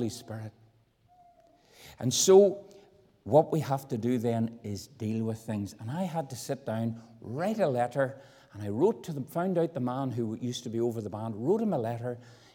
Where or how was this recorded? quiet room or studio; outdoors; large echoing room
large echoing room